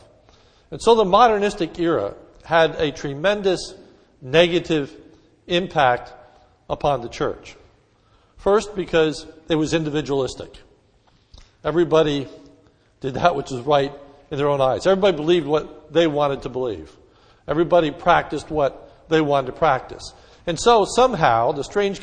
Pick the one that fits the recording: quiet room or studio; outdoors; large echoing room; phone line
large echoing room